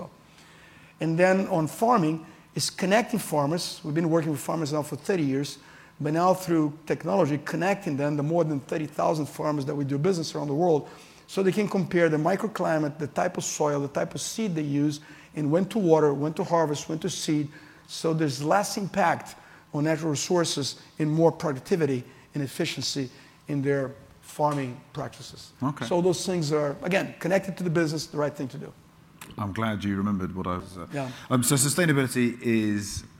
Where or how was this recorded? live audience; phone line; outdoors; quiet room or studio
live audience